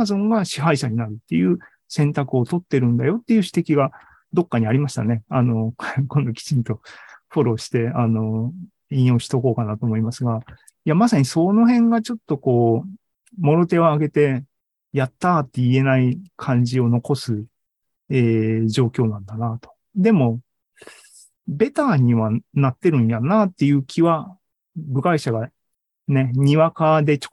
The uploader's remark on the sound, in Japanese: ２０２２年１０月２６日に開催した ZOOMライブの模様です